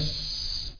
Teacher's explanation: تلاحظ جريان الصوت، وده اللي بسميه الرخاوة في الحرف